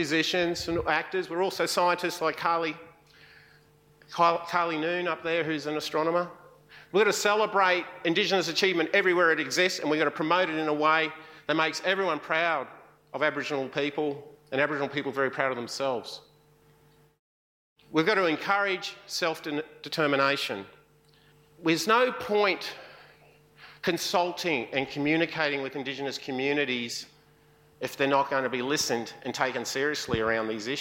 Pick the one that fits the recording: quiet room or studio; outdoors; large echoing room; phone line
large echoing room